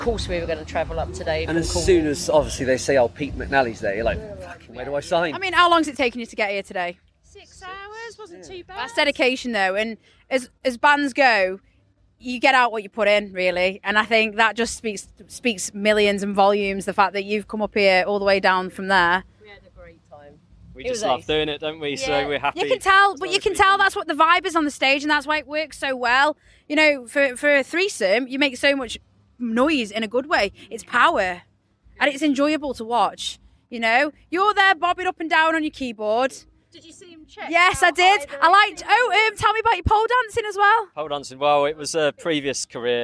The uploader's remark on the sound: At Sav Fest 2023. I'm known for interviewing in unconventional locations and this was no different, this interview was recorded at the back of a motorhome on the campsite surrounded by the smell of freshly cooked bbq food.